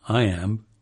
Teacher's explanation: Even the word iamb is actually a trochee